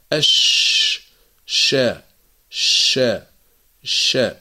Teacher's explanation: صفة التفشي، وهو جريان الصوت، المجرى مفتوح، نقول أش شا شا شا، هذا بالنسبة لحرف الشين.